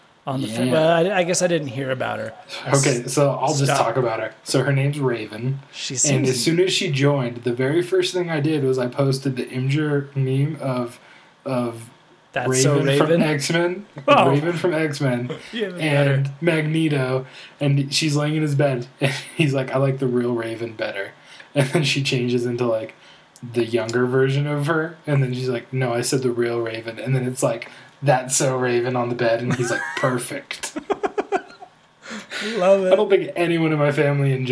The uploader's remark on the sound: There is some funky echos going on in the episode.